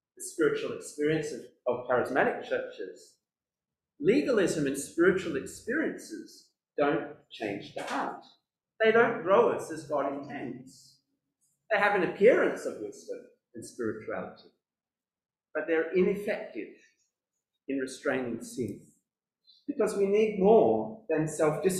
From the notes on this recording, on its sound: This sermon was preached at New Covenant City Church on 27th February 2022.